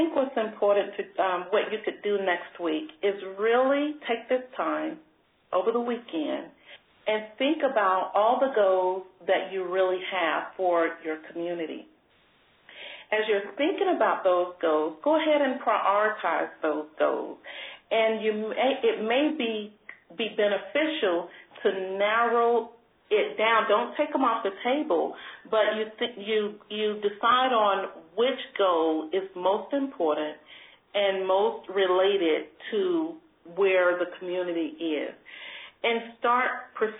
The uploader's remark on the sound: an hour-long conference call